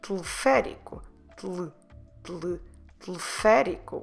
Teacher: I'm not saying teleférico or even teleférico. I'm actually dropping those first two E's and it sounds like teleférico.